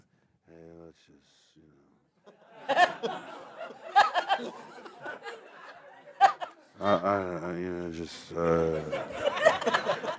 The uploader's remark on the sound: recorded this in front of a live audience at the "BAFTA Los Angeles Behind Closed Doors Evening